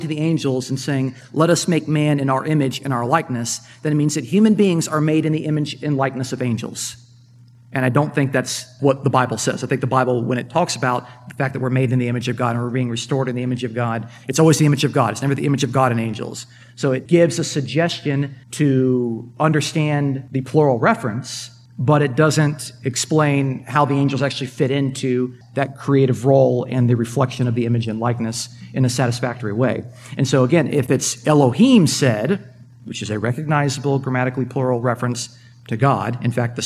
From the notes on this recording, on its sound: Presentation from the 2022 UCA Conference.